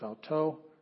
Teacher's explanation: You don't pronounce the iota subscript, but you do see, so it's auto. It's got the emphasis on the last syllable.